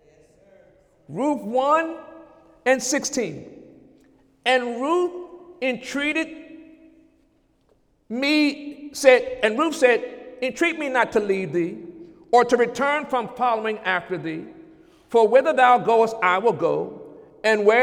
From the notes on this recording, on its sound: During Sunday morning service on February 26, 2017